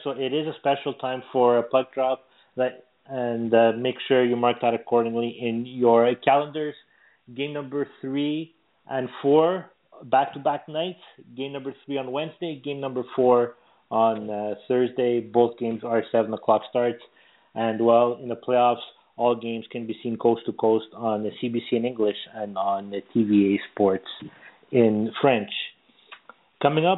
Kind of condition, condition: link, phone line